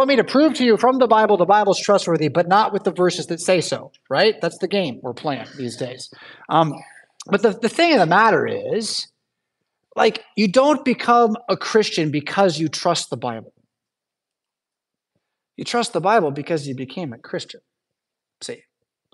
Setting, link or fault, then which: setting, large echoing room